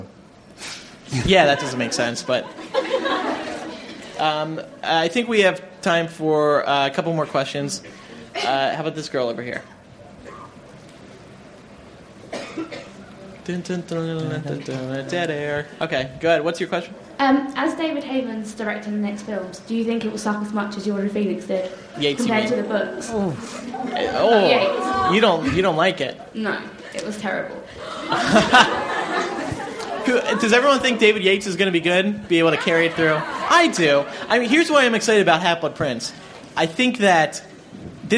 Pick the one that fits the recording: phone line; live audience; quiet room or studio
live audience